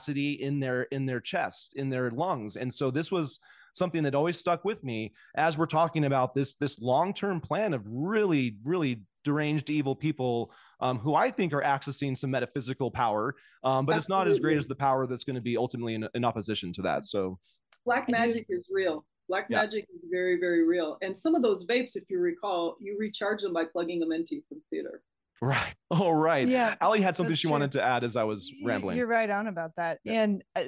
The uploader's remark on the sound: Zoom Chron Interview.